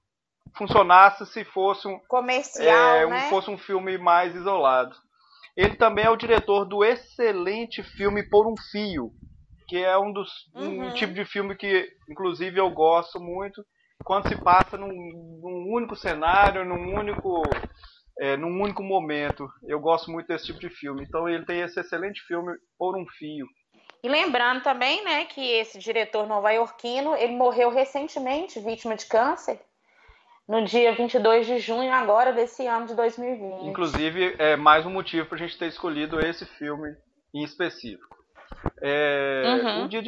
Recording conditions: poor sound quality